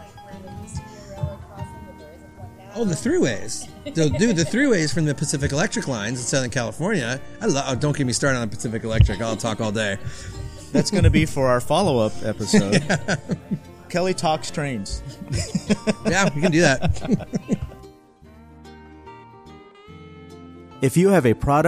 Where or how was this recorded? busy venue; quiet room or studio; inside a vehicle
busy venue